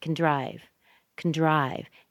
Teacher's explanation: We've added the word can, but can is reduced. Can get smashed into the word drive.